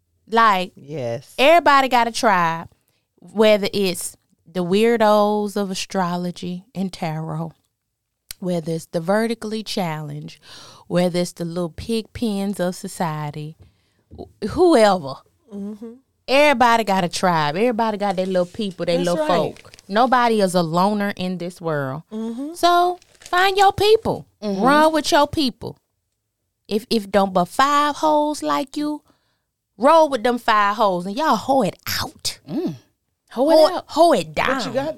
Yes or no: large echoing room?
no